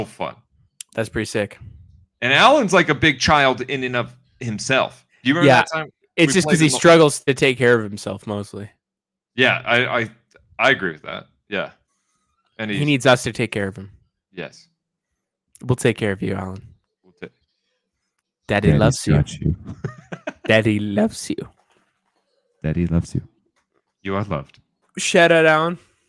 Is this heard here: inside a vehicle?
no